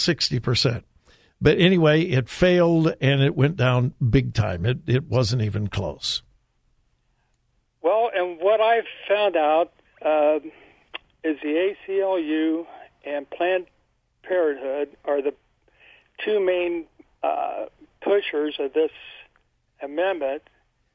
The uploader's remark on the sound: Open Phone Friday